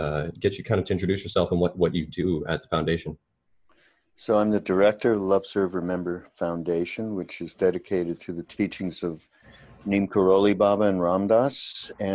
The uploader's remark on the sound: via Skype